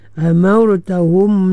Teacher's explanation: ra sukun sebelum dia fathah ditebalkan